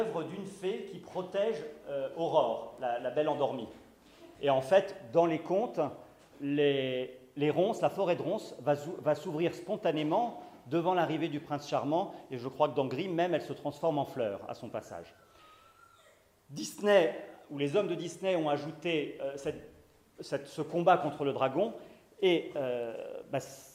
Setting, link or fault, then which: setting, live audience